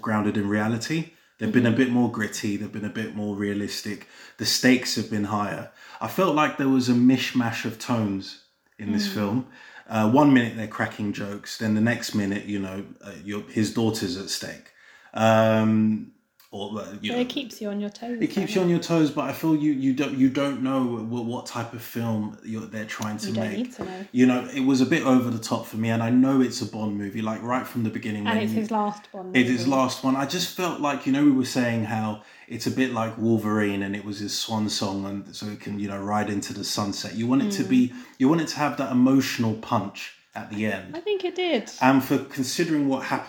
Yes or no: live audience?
no